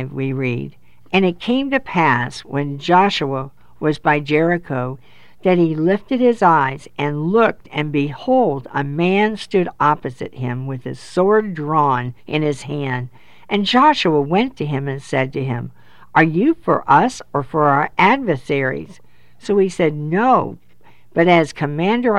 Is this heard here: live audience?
no